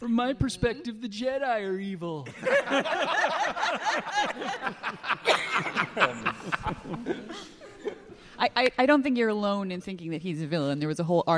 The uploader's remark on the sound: Live from the Now Hear This podcast festival in Anaheim